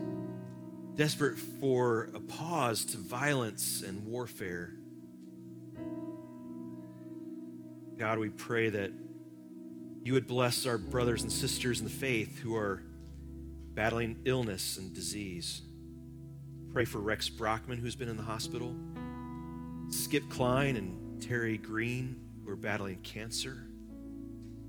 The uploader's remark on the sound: Live from our Celebration Ministry Center